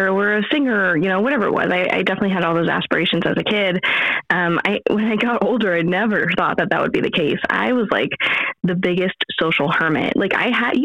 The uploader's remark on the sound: our phone connection was a little wonky